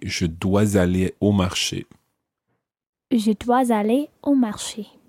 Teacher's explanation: using the S and following it onto the aller